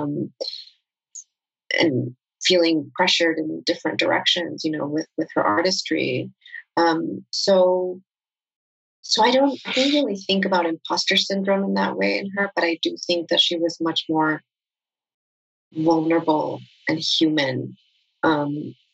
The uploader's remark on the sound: This episode was recorded live during a virtual event with WBUR Cityspace.